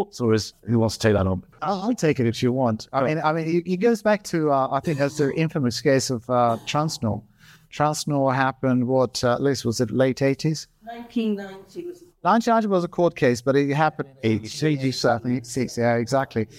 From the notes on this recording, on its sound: On June 1st, in front of a live audience in London, we recorded a special live podcast.